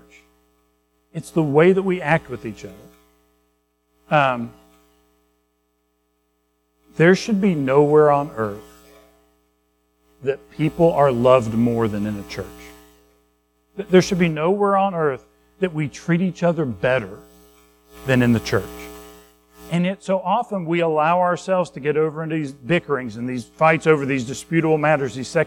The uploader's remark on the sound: Recorded at Madison Baptist Church in Madison WV on Nov 12, 2023